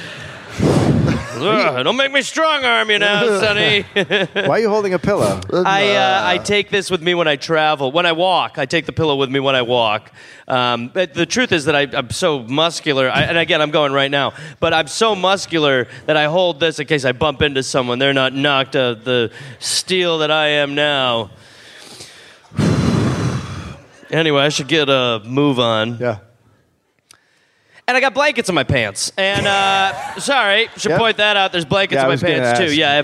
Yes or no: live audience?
yes